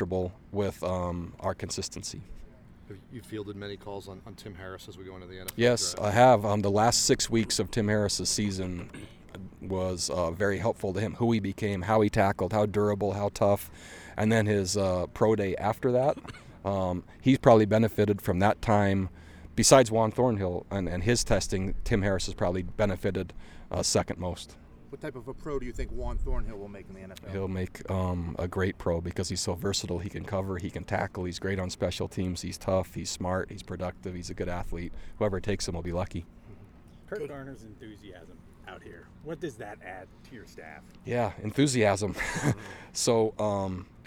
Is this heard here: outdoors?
yes